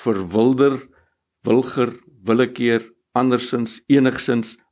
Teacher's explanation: waar die i klank telkens uitgespreek word as 'n e, maar ons spel dit met 'n i · Term: schwa